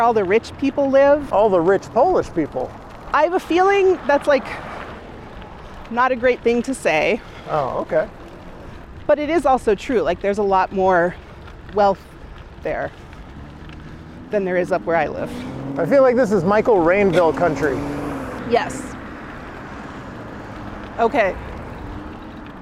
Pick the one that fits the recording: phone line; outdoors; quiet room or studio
outdoors